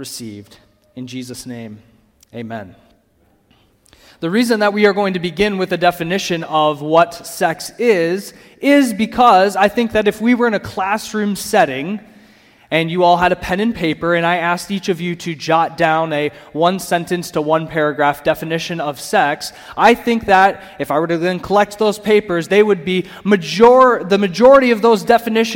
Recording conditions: live audience